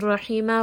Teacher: And then also in رَحِيمًا، Ra is heavy. Ha is going to be from the middle of the throat. And then Mim here at the end has the Nween.